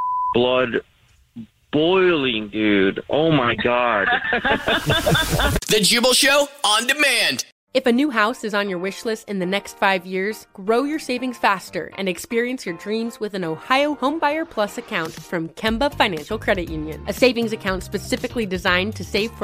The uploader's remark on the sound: phone prank style